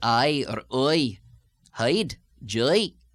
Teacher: Now, the lilt is especially evident on diphthongs such as I or oi, hide, joy, where the second stage of the diphthong finishes up at a higher pitch than the first